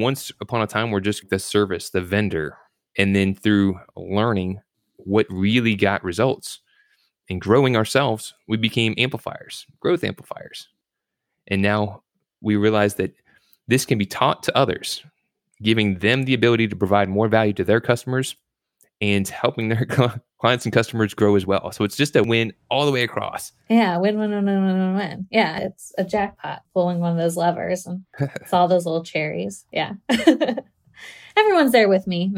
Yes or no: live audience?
no